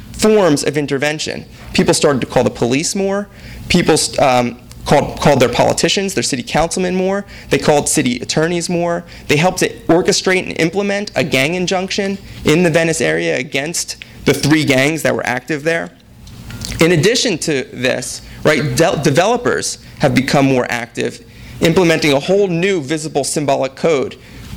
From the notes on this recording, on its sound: THIS EVENT WAS RECORDED LIVE AT SKYLIGHT BOOKS JUNE 27, 2012.